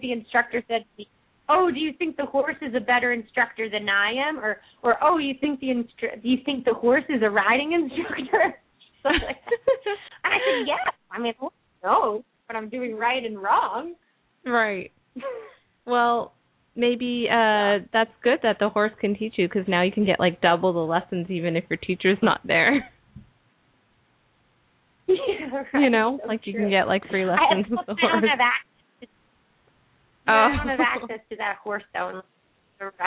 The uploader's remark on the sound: open up the lines for listeners to call